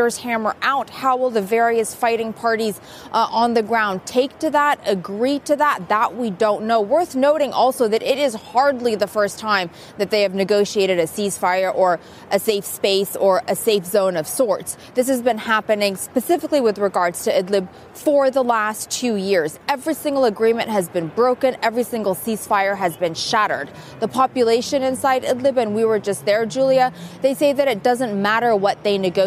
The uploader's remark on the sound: live from The New York Stock Exchange